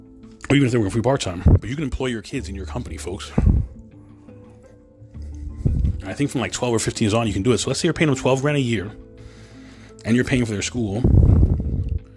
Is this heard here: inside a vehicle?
yes